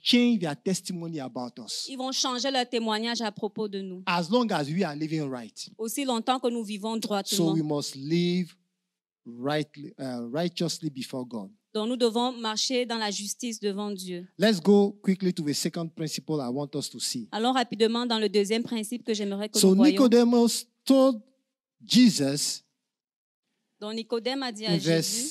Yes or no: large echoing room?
yes